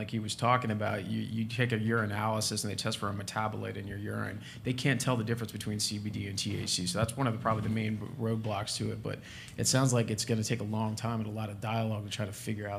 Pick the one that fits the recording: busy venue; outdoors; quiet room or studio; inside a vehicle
busy venue